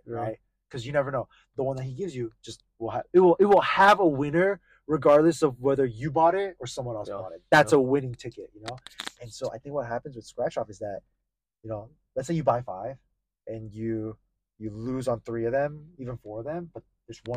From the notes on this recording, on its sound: We do apologize for the poor audio quality of this episode